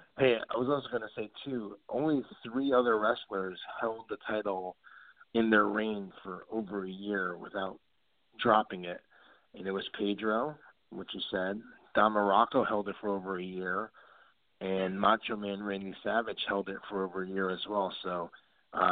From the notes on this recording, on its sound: we take your calls LIVE on the air!